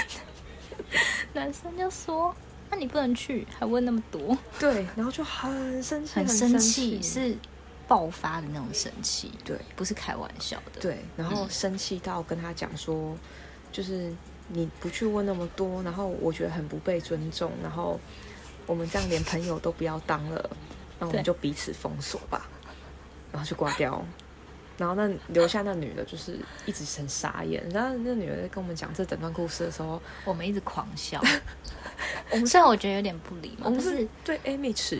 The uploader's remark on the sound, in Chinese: 這次一起見面錄音真的超級開心！有點抱歉可能背景有些雜音。